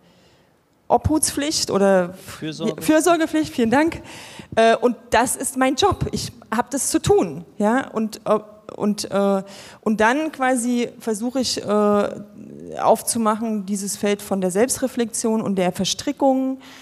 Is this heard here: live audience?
yes